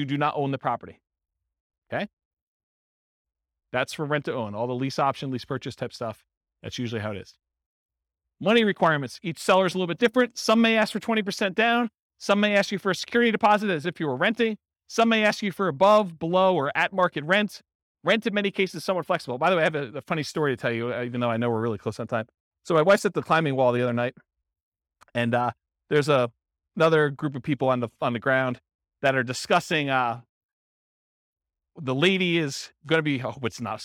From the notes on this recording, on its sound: This was a live class recorded